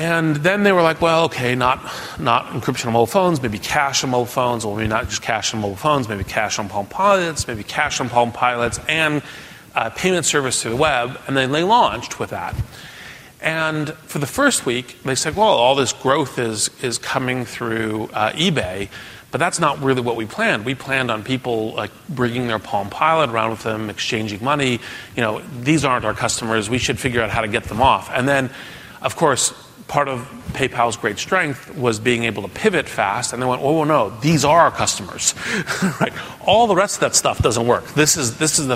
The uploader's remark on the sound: Keynote address from the Endeavor Entrepreneur Summit.